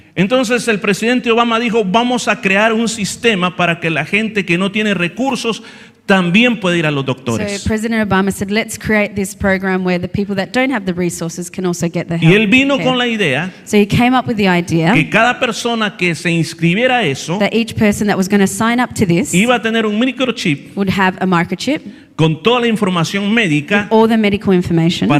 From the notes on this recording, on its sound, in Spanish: Este predica se transmitio en vivo el domingo 29-10-2023 en la iglesia cristiana Jesus es el camino ubicada en la 50 frape avenue yokine